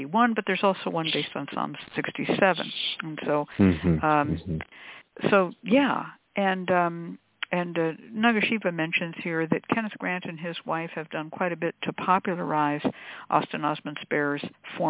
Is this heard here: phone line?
yes